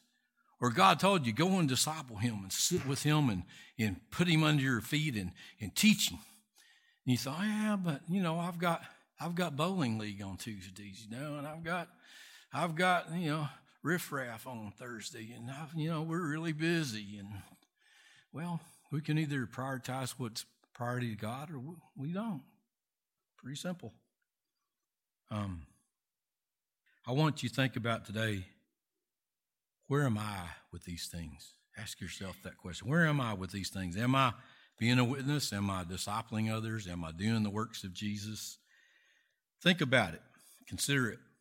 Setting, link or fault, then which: setting, large echoing room